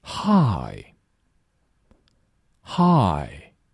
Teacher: 没有卷舌，只听到了一个 I 的音